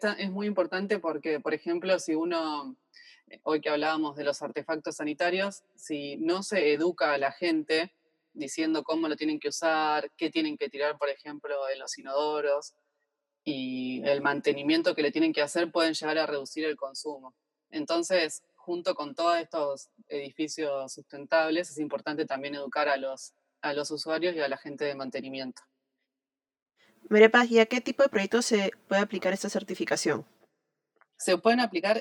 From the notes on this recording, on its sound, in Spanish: Esta entrevista fue grabada de manera remota.